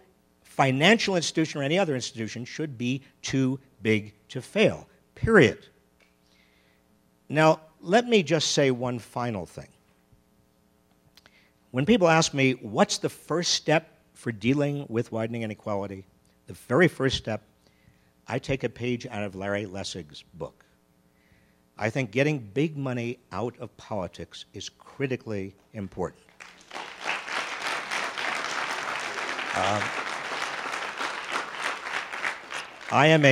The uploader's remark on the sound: Recorded live at the Aspen Ideas Festival.